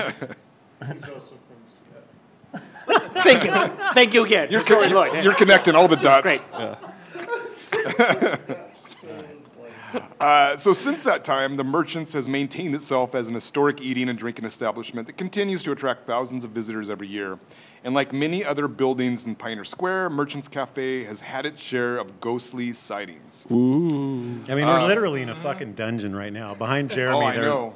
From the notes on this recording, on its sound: Recorded in the dark, spooky basement of the Merchants Cafe. Recorded live at Merchants Cafe.